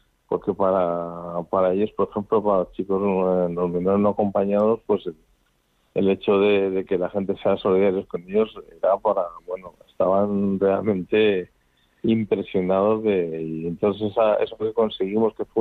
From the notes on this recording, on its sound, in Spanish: Todo ello amenizado por las llamadas y mensajes de oyentes en directo en este programa especial de 2 horas.